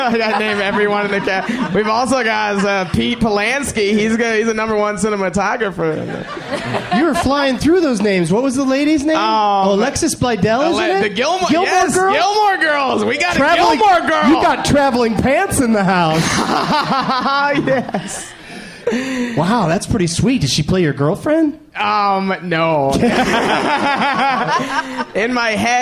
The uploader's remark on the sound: Live from The Punchline Comedy Club in Atlanta